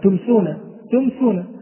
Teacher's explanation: لأن الميم تخرج من الشفة، ولا نقول جميع حروف الإظهار تخرج من الشفة طبعا، يعني إذا قلنا مثلا تمسونا، تمسونا، فالميم كانت واضحة، فظهرت الميم واضحة من الشفتين من مخرجها المحقق، فلا نقول لأن جميع الأحرف تخرج من الشفتين، لا، لأن نقول الميم تخرج من الشفة وتظهر واضحة ويظهر مخرجها واضح وغير إخفاء أو غير ذلك، فيكون الإظهار هنا إظهارا شفويا. · Term: الإظهار الشفوي